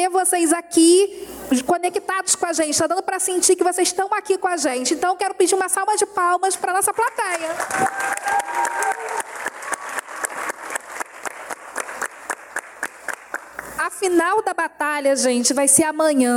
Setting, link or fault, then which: setting, live audience